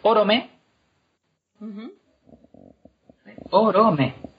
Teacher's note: Tenemos el nombre típico en el que la segunda sílaba es débil, que es Orome.